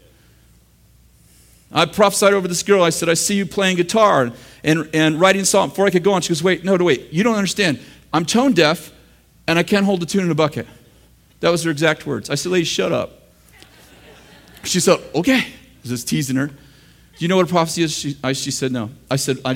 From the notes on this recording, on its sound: In this throwback session from the School of the Prophets in August 2007 at Bethel Church in Redding, CA.